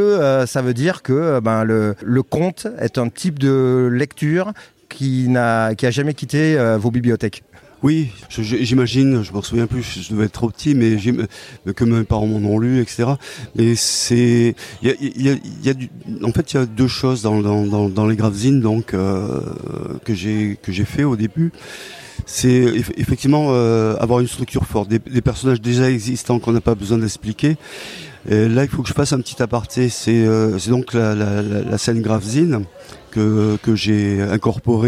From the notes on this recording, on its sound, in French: enregistré au festival de bande dessinée de Colomiers